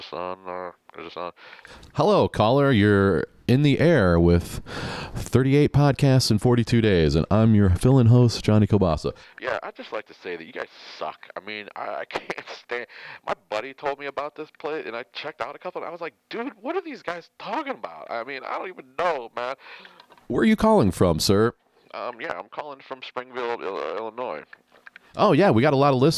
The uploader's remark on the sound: In the funkiest cafe around - The Sausage Hut. Takes a couple phone calls.